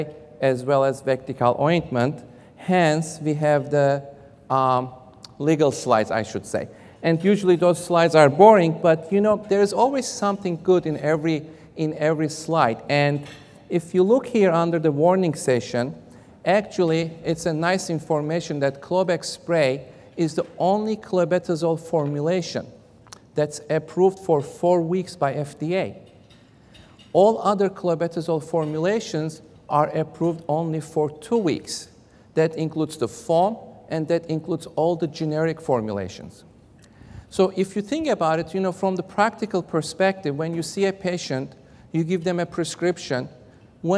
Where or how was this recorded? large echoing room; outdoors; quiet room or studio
large echoing room